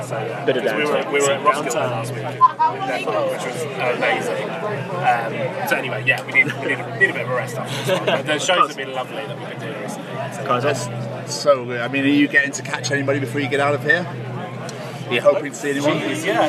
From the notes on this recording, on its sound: From our 'Live from 2000 Trees 2023' series.